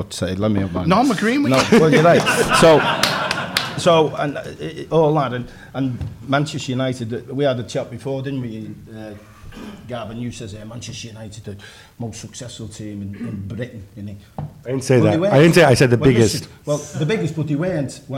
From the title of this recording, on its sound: Live from Liverpool